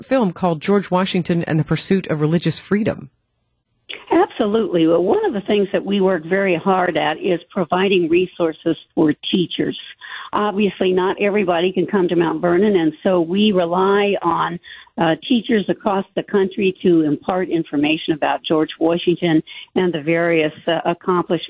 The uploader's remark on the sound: On the phone